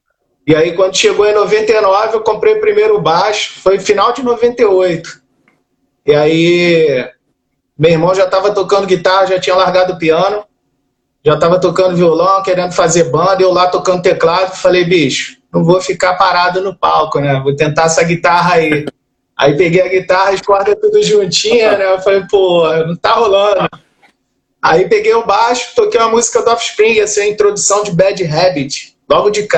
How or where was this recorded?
video call